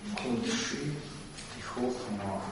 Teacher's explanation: Там О находится в закрытом безударном слоге.